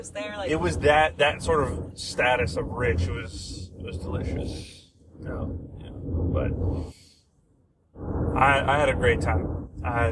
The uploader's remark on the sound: It’s a road trip podcast with my wife! The sound is meh but work with it cause it’s a good one!